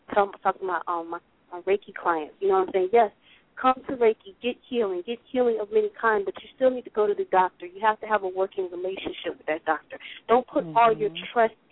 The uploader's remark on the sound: Via phone and Skype.